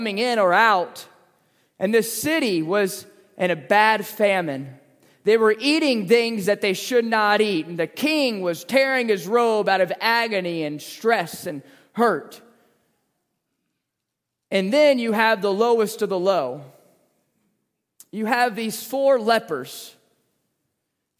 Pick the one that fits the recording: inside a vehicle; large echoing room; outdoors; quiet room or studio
large echoing room